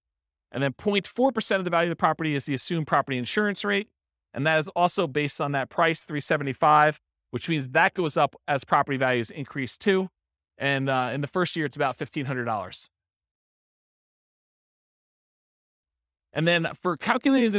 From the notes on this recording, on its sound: This was a live class recorded